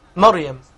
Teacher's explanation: الراء ساكنة وقبلها مفتوح يعني مفخمة